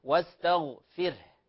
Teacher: الفاء مرققة والراء كذلك مرققة